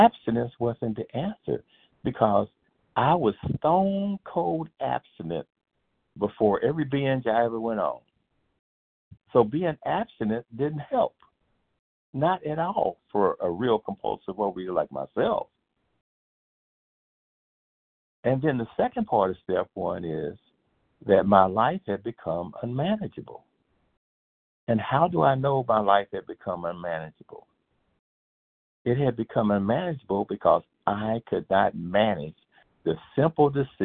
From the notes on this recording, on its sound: from the 100 Pounders Phone Meeting, 9/9/23